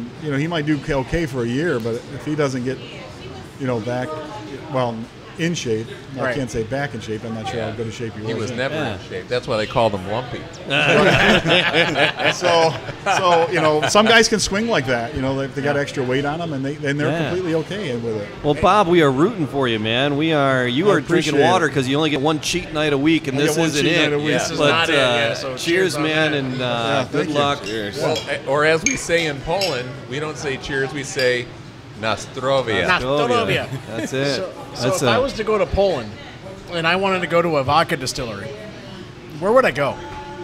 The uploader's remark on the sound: Broadcasting from The Loft Cigar Lounge in Farmington, Mich.